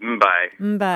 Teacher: You basically have the elongation of the lips staying closed before you do the B sound. So because there's a, you're voicing the mba, ba.